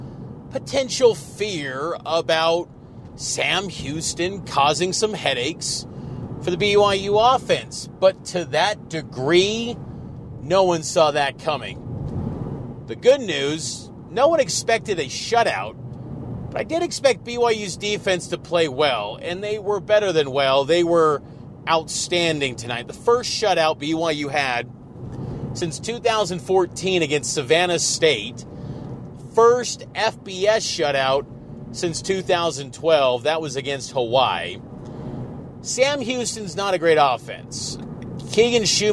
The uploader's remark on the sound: on his drive home to Salt Lake from LaVell Edwards Stadium in Provo.